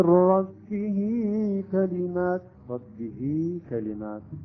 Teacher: لكون هذه الهاء المكسورة عندما أشبعنا الكسرة أصبح عندنا ياء، يعني صار عندنا فذا مثلا نريد أن نكتبها مثلا هي تكتب هكذا ولكن باللفظ انظروا هي تصبح هكذا هي يعني ياء أصبحت بدل الهاء. · Term: مد الصلة الصغرى